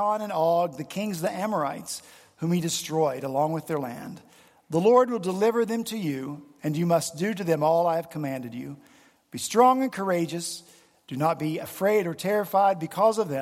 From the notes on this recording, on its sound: The pews were filled at Redeemer Presbyterian Church in Charleston, SC